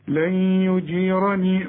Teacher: النون بعدها الياء، الياء من حروف الإدغام، عاوزين غنة